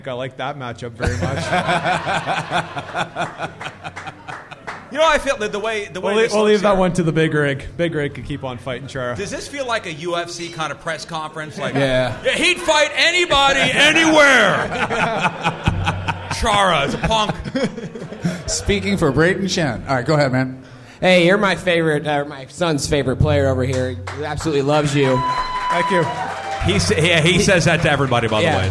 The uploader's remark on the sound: Live at Hot Shots in St.